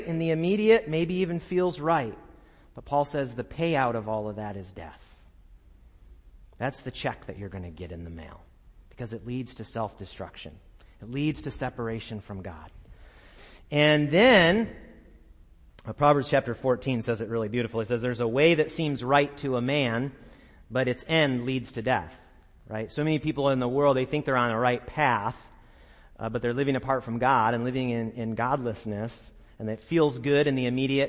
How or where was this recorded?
large echoing room